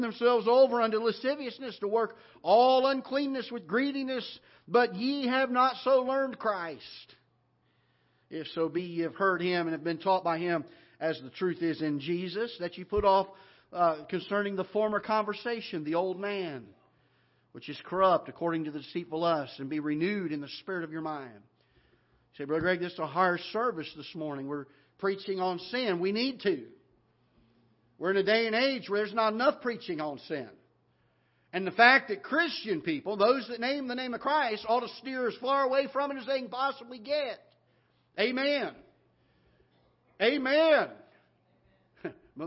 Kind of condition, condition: setting, large echoing room